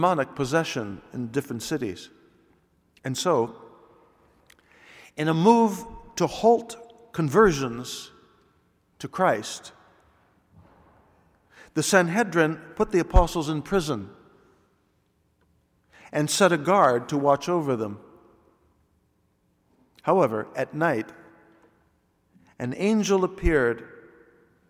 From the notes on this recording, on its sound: Delivered this homily on Sunday, April 10th, 2016 at the Noon Mass. This is part of a backlog of audio files now being uploaded after a recording system upgrade.